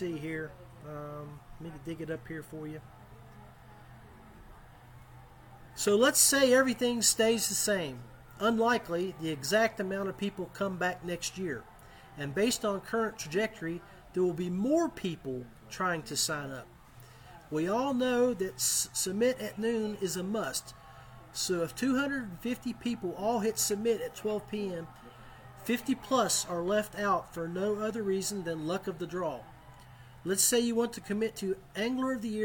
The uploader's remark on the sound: Coming to you Live and Unfiltered from Maloney's Pub. Coming to you Live and Unfiltered from Maloney's Pub.